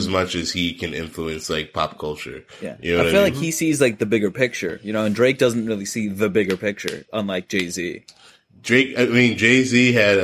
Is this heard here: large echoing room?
no